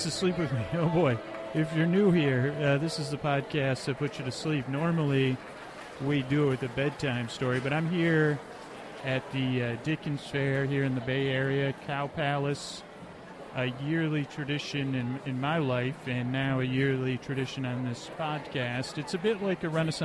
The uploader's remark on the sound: Shirtless Holiday Ghosts (more background audio) | Live at the Dickens Fair.